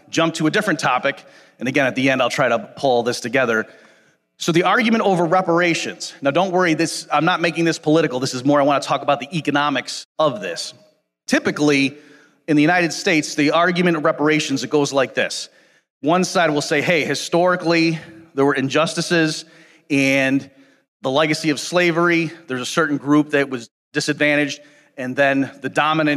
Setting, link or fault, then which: setting, live audience